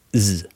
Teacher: han til å begynne med sier S, da det skal være en stemt S.